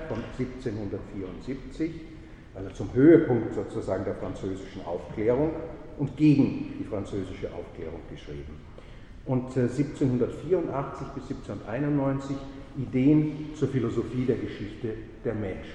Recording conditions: large echoing room